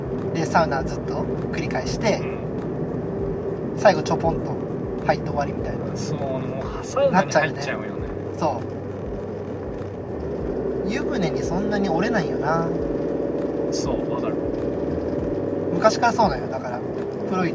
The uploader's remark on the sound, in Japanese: テントサウナの聖地「飛雪の滝キャンプ場」まで車で往復7時間。車中トークです。音質悪めですが。